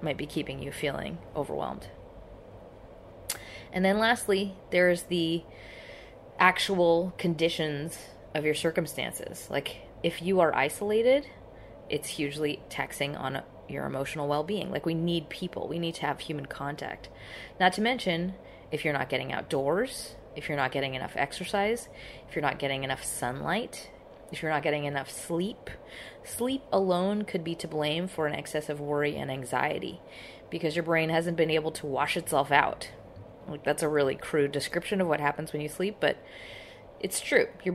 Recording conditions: background noise